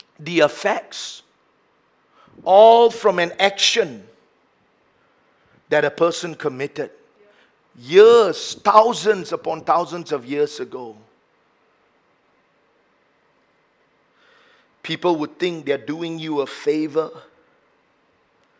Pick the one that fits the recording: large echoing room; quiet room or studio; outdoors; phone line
large echoing room